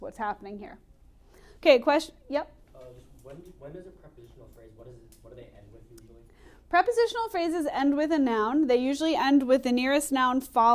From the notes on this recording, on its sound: Recorded in class